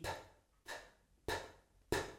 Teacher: No vibration. You should feel nothing here in your throat. No shaking, no vibrating in your throat for the P.